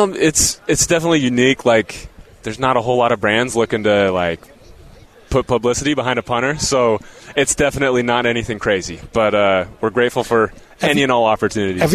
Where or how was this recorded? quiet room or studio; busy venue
busy venue